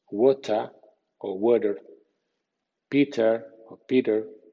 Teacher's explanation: En Estados Unidos es frecuente que también por inercia el sonido T suene D entre sonidos vibrantes